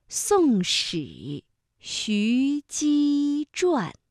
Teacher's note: 所以这五个字分别是平舌音、卷舌音、舌面音以及卷舌音